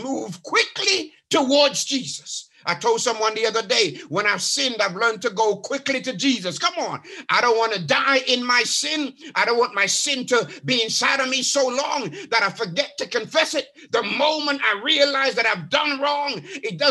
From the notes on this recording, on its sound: A 30 minute(ish) snippet from his sermon. Live from New Life SDA Church.